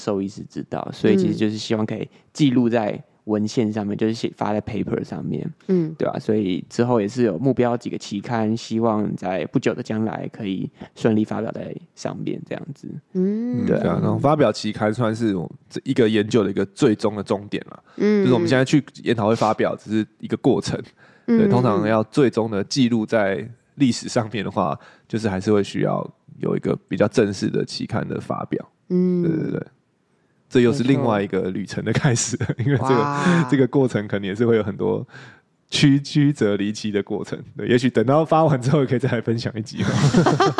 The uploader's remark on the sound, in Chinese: 今天這一集再跟我們一起回到費城的活動現場吧！